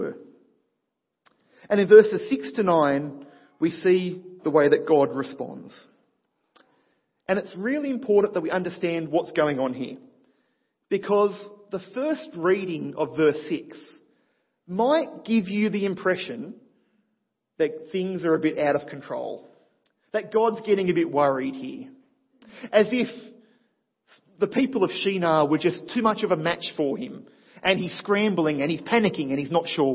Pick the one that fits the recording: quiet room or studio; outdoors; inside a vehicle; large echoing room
large echoing room